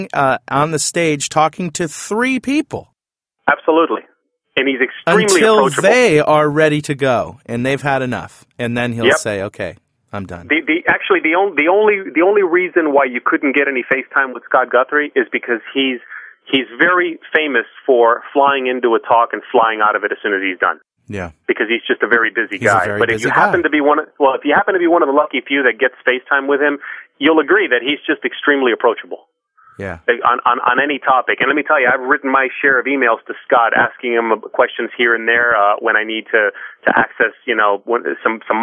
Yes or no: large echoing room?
no